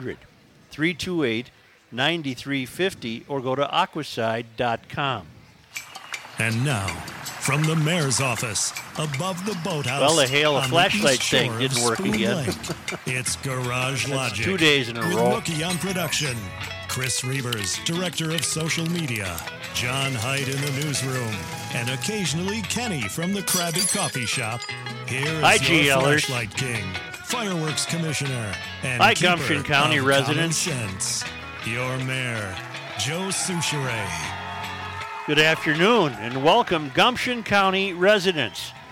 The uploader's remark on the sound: Day 1 from the MN State Fair!!